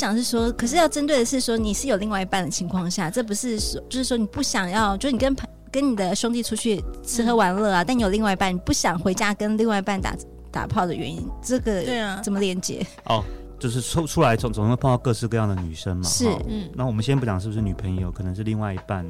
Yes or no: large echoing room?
no